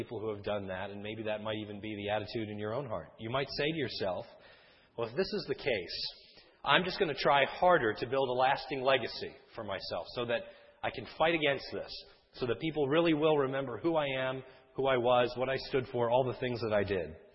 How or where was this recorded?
large echoing room